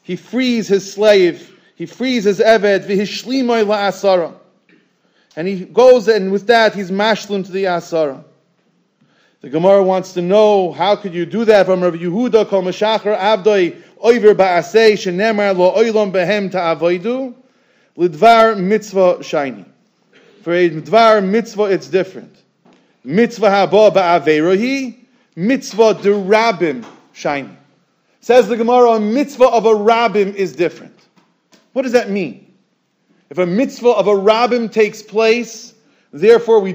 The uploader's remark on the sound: Shiur recorded in Yeshivas Ohr Reuven, Monsey, NY